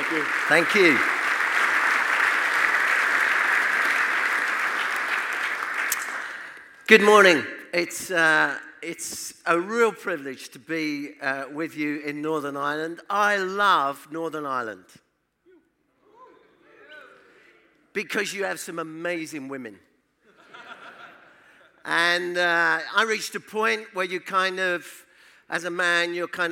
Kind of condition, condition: setting, live audience